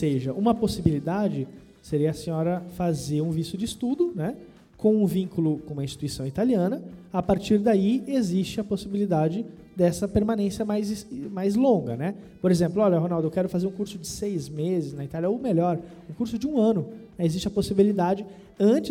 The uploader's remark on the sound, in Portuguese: foi gravada diretamente no nosso evento presencial de São Paulo, no último dia 3 de dezembro.